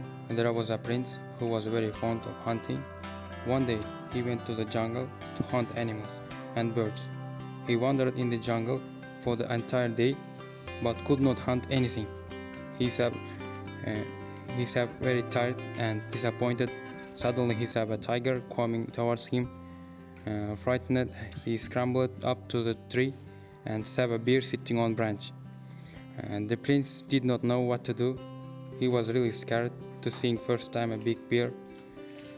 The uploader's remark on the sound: These Audio recordings were done in the class using a mobile phone voice recorder. Students who are speaking in these podcasts are the students at Amity University in Tashkent - International Foundation Studies.